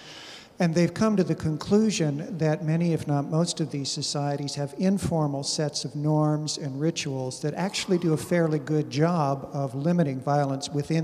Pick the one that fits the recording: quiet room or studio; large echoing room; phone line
large echoing room